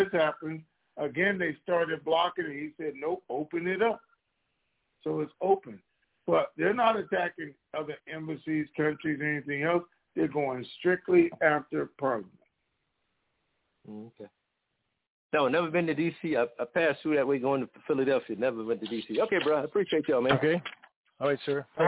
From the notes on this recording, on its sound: TNTSuperfantastic Conference Call